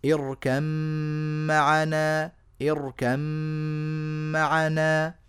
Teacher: فزال نطق الباء تماما وصار النطق بميم خالصة مشددة مغنونة